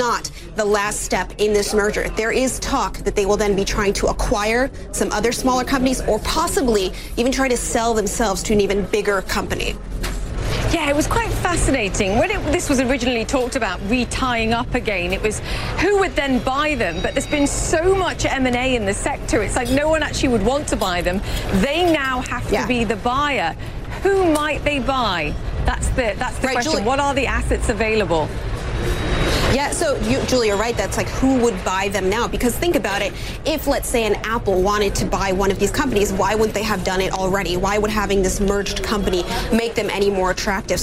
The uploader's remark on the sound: live from the New York Stock Exchange